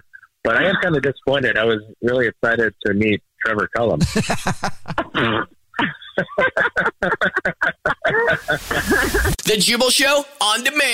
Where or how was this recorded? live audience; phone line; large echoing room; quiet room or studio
phone line